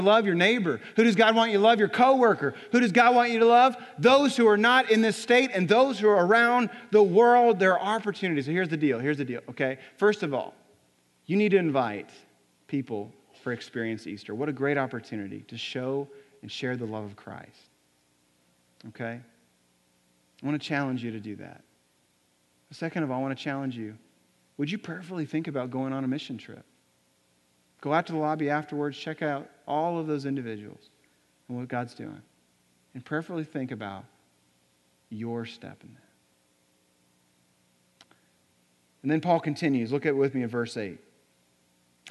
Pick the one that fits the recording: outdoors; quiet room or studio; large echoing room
large echoing room